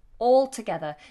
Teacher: Now we do pronounce this L, all together, even though it might sound like we don't. We do. The tongue tip touches the roof of the mouth.